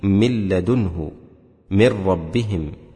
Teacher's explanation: بإدغام النون والتنوين في اللام والراء بلا غنة، ولا تكون النون قبلهما في القرآن إلا متطرفة، في قوله: من لدنه، من ربهم، أي تكون في آخر الكلمة، ويتبعها في أول الكلمة بعدها حرف الإدغام.